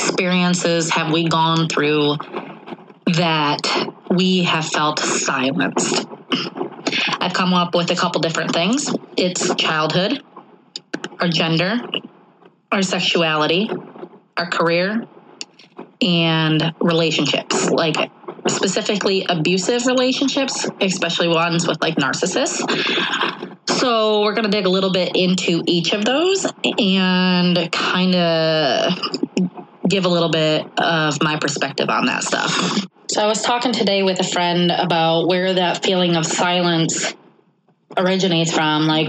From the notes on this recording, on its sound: Thank you for your patience as I learn audio. It gets a tad better as you move through it.